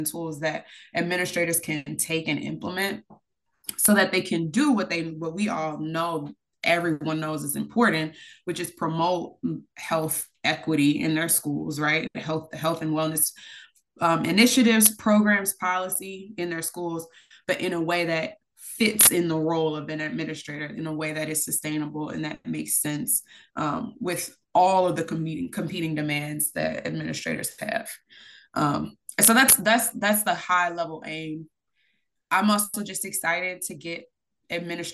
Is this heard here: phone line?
no